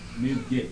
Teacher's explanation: It's like an anticipation, you know? It would have been music, but he takes the k and puts it earlier.